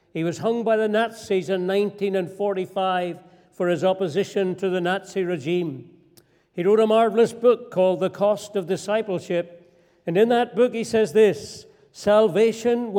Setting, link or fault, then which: setting, large echoing room